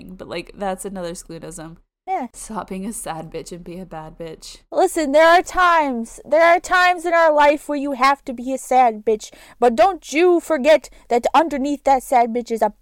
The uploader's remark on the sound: Sorry for the wind effect.